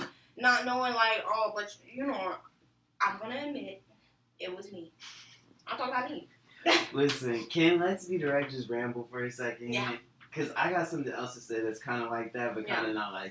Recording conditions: poor sound quality